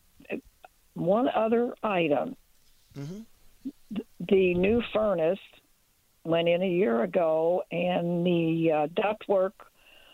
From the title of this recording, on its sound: More Phone Calls